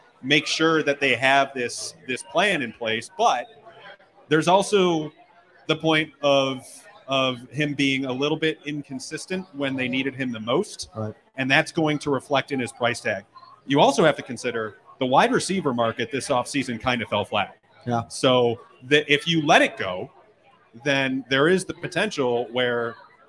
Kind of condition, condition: setting, busy venue